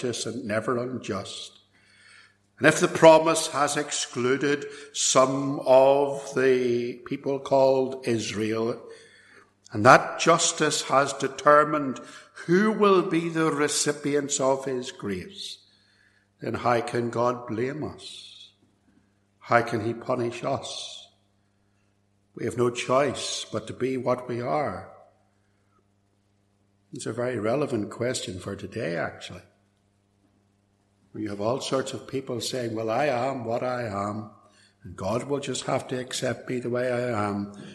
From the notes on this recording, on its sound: This sermon was recorded at Templepatrick Reformed Church and reproduced here with their kind permission.